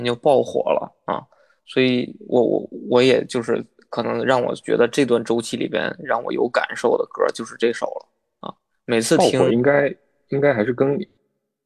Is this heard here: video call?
yes